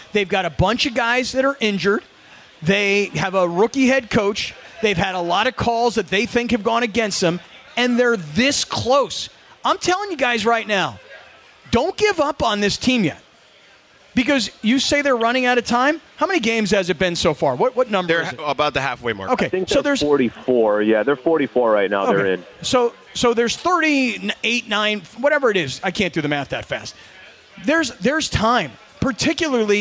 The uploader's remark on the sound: we are are LIVE from Yaamava Casino & Resort